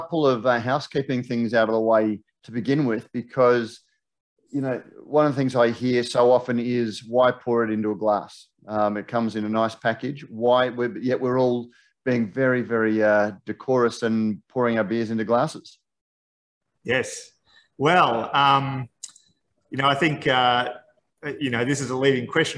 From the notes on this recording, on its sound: This chat was part of Cloud Culture ’s recent beer tasting Zoom event. This chat was part of Cloud Culture ’s recent beer tasting Zoom event.